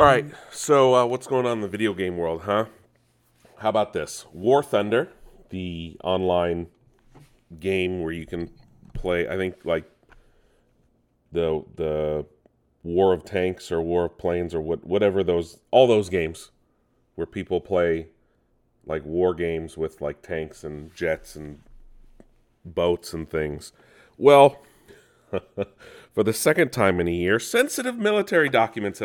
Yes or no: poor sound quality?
no